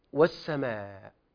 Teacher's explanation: حرف المد الألف، الميم مفتوحة، وجاء بعد المد همز